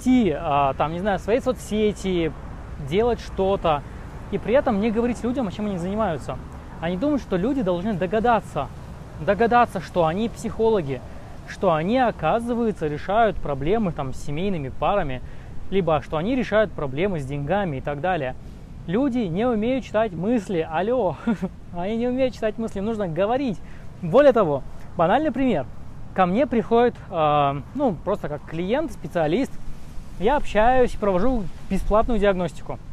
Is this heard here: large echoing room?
no